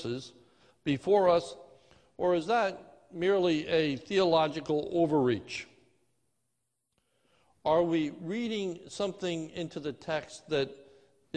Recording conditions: large echoing room